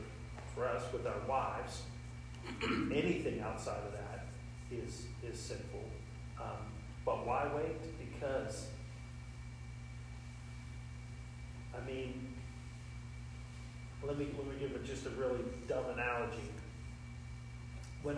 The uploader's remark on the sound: Our apologies for the audio quality--we know it is not excellent.